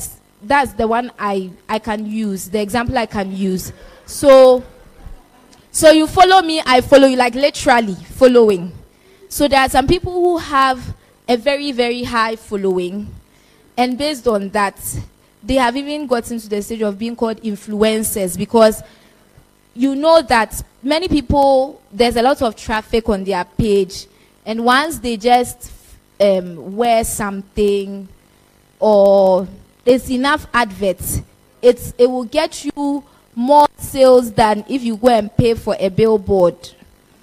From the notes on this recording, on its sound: This message was preached at our 2022 More of God camp.